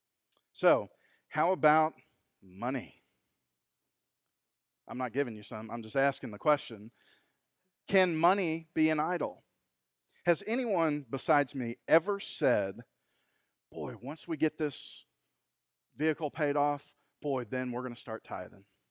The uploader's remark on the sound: Recorded LIVE at Freedom Fellowship Church in Tontitown, Arkansas on Sunday August 23, 2020.